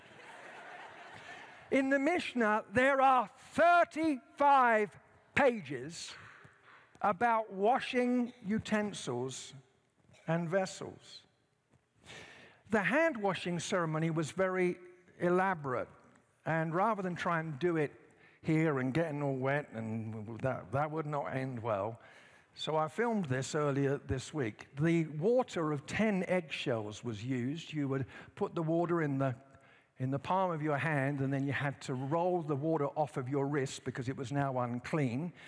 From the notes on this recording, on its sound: At Timberline Church.